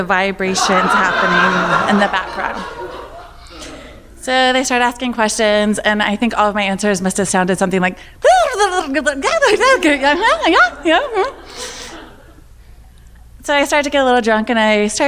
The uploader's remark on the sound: Live From New York!